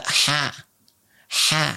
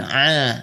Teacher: walaupun setiap huruf keluar dari tempat yang sama, Ha dengan Ain, makhrajnya sama. · Term: halak